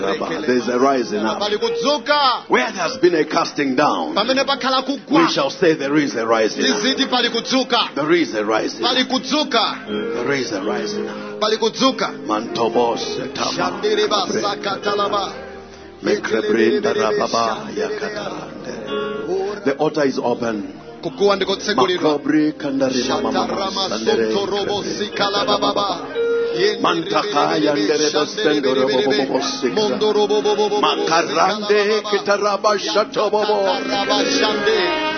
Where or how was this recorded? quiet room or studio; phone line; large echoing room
large echoing room